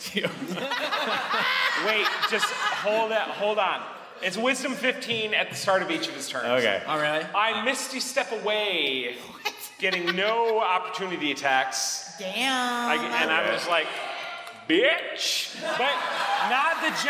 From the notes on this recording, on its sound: DragonCon 2019 Live Show. We had an hour meet and greet with VIP member of the audience which absolutely sky rocketed our energy to help us make the best Live Show to date!